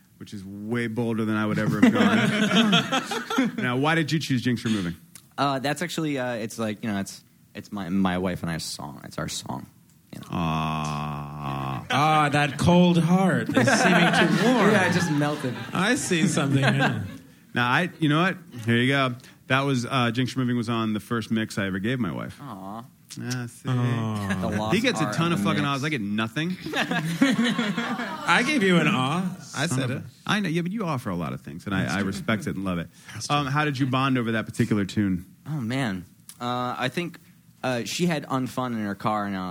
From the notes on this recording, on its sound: Recorded in front of a live audience at Brooklyn's Union Hall.